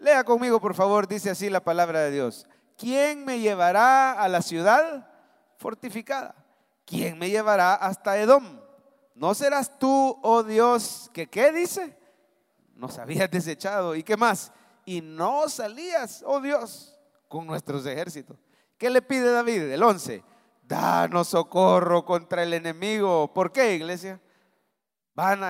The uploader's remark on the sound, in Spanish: Mensaje predicado en vivo desde el Centro Familiar de Adoración, Julio 2023